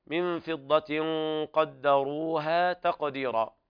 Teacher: إخفاء حقيقي لوقوع القاف بعد التنوين، تقديرا والراء مرققة في رواية ورش ومفخمة لدى باقي القراء.